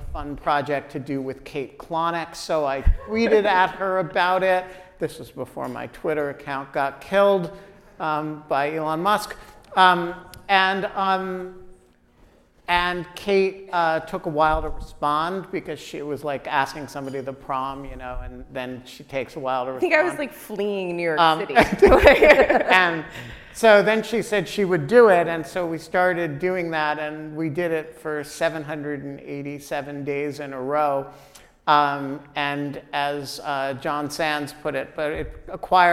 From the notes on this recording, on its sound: At the Knight Foundation's INFORMED conference in Miami, Florida, In Lieu of Fun made a brief comeback for a live event. The audience participated. Scotch was consumed.